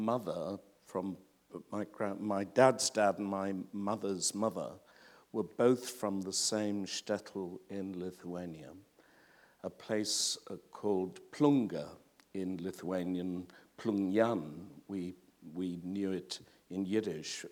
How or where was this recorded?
live audience